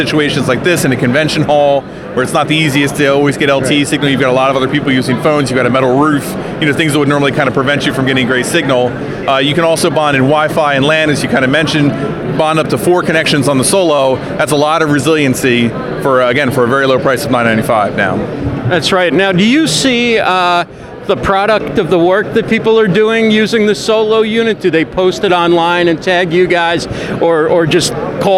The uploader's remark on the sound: Live at NAB. At NAB Show New York.